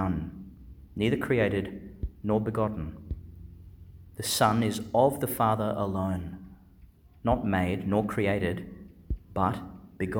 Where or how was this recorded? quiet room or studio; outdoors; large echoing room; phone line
large echoing room